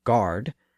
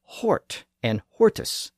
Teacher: The Indo European G sound shifted to an H sound in Latin. Well, the same thing happened here, and where the early Germanic language had guard, Latin had hort and hortus, again meaning an enclosed garden.